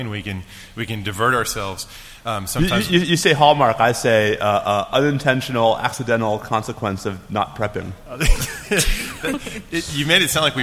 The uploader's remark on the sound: This podcast was recorded live at the 29th Annual Review of the Field of National Security Law CLE Conference.